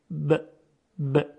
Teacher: میبینیم که صدای با از میان دو لب خارج میشه. مخرج حرف با لب ها هستند.